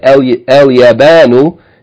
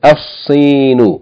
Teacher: merge the lam into the sun letter. We're going to double the sun letter · Shown in: second take · and pronounce it Al-Sinu.